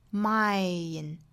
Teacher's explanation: 要注意后面是有一个鼻音的，鼻音不要丢了